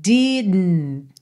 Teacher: Esse DN é como um som para dentro, Você bota a língua no céu da boca para fazer o D e já tá ali pro N, né, didn't, tá? Então você não precisa fazer didn't, como se tivesse um I no meio